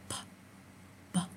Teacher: 气流是通过从这个唇里面爆破出来啊，流出来的 · Term: 唇音